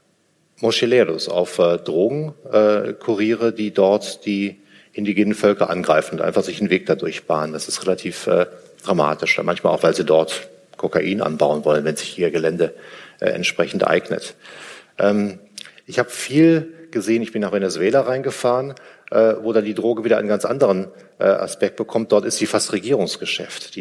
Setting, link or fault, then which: setting, live audience